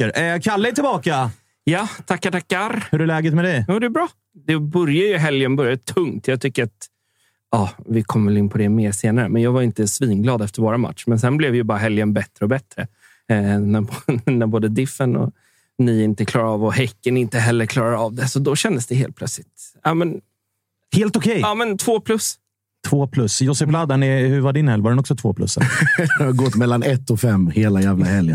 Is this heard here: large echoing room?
no